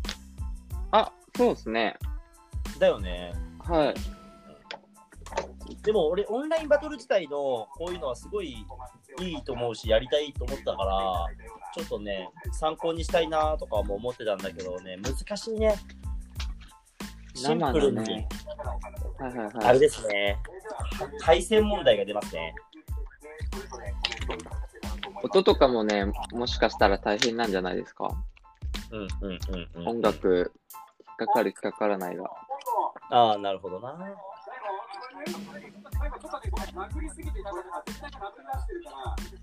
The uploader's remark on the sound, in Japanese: リモート収録